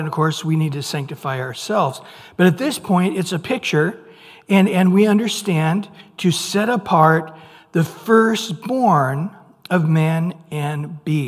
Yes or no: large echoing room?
yes